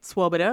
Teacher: Swoboda, which is the Czech way to say it, where you accent the first syllable.